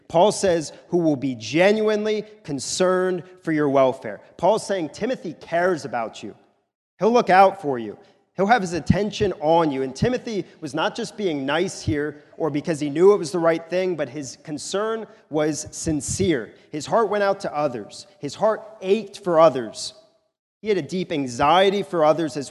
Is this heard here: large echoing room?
yes